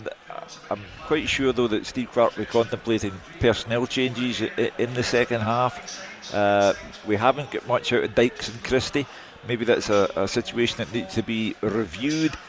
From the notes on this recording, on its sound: live from Scotland HQ at Drygate Brewery